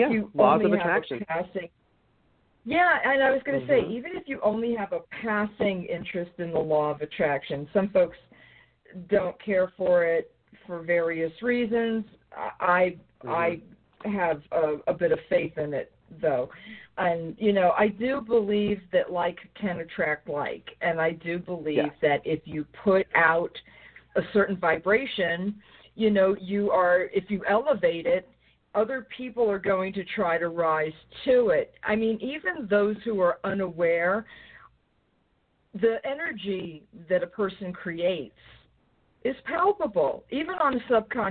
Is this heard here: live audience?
no